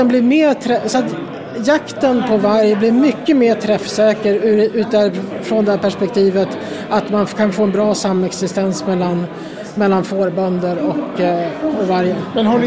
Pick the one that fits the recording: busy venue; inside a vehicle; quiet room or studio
busy venue